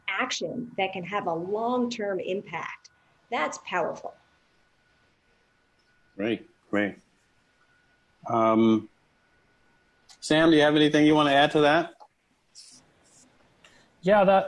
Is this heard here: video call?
yes